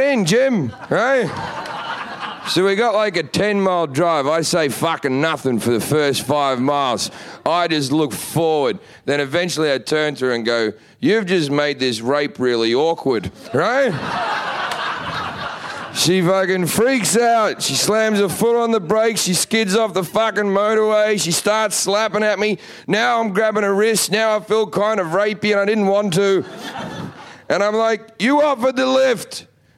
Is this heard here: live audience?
yes